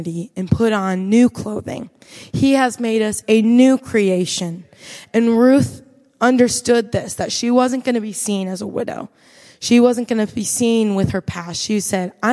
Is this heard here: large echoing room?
yes